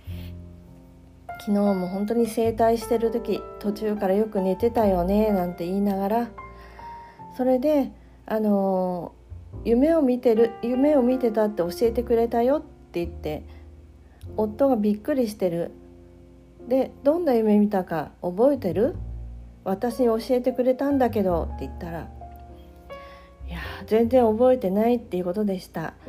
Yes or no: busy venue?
no